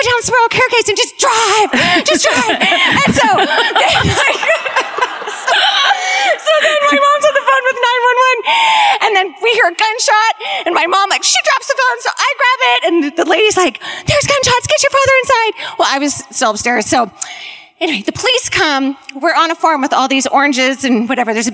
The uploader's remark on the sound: Live at the Paramount Theatre in Oakland (2018)